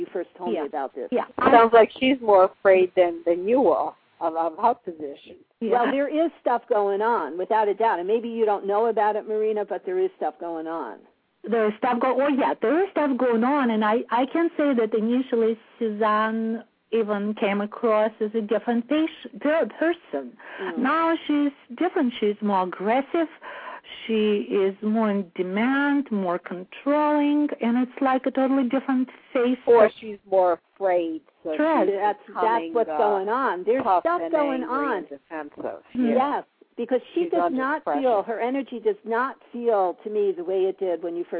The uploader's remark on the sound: live call-in radio talk show